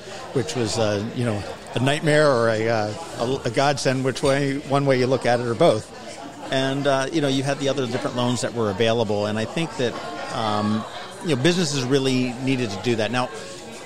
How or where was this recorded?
busy venue